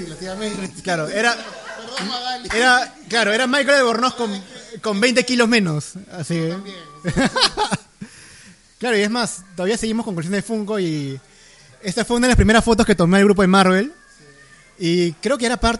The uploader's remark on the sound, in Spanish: Podcast en vivo en Geek Club junto con amigos e influencers celebrando el lanzamiento de Habla Geek!